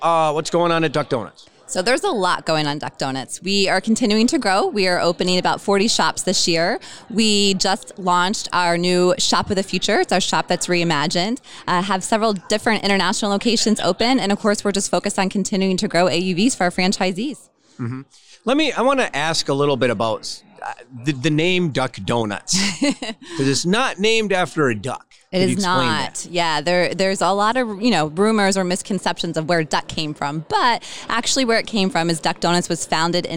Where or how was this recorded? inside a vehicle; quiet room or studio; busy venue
busy venue